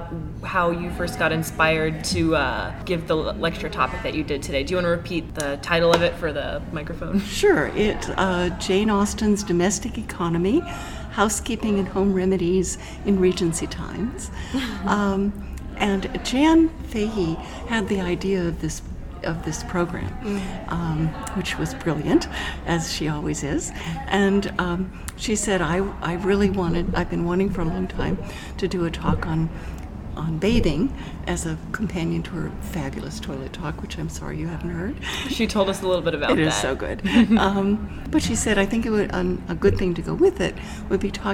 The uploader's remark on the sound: Interviews at the JASNA Southwest Spring Meeting. Report LIVE (somewhat) from the Jane Austen Society of North America Southwest conference.